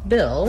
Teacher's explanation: When I'm saying Bill, I just basically go right from that I sound into my L sound. I don't have to do anything special for that L.